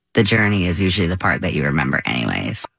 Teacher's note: there's a lot of vocal fry at the end anyway